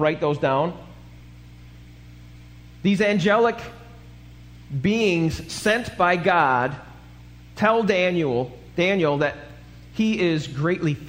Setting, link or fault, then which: setting, large echoing room